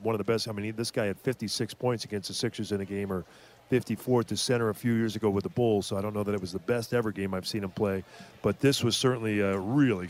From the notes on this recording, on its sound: Postgame press conference.